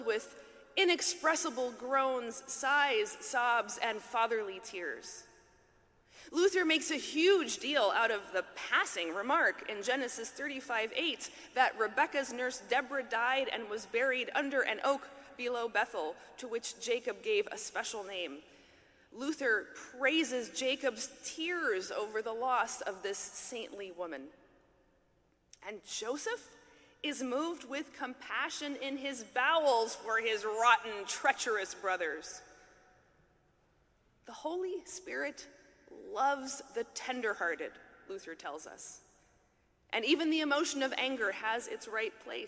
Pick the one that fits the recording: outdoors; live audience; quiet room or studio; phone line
live audience